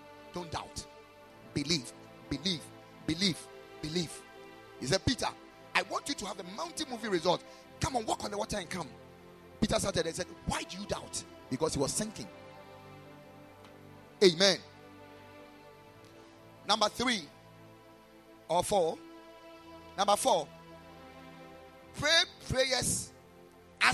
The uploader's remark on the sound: Preached at Ekklesia Chapel